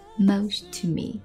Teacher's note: most 跟 to 两个 t 叠词连读